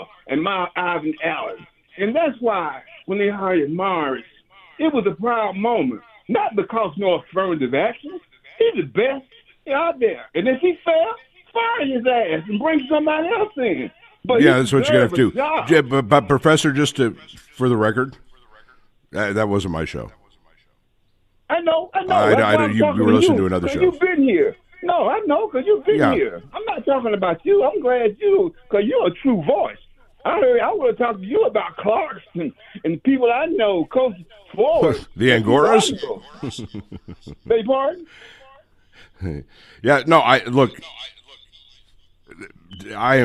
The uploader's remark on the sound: talks to the callers